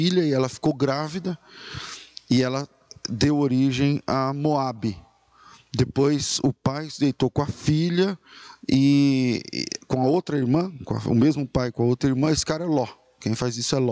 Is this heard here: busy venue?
no